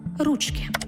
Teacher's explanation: у називному відмінку множини наголос падає тільки на перший склад – ручки. Жінки, але 2, 3, 4 – жінки.